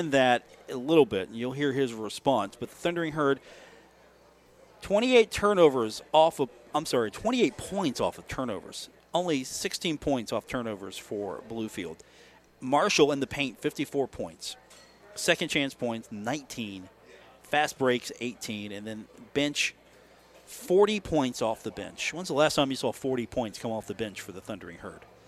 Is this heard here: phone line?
no